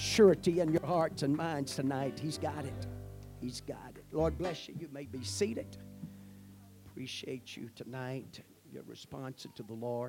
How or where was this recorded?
large echoing room